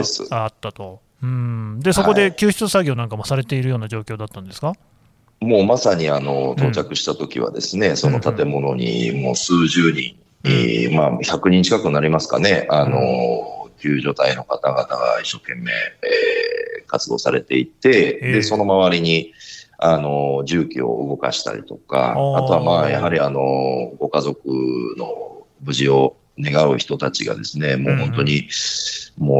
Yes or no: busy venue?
no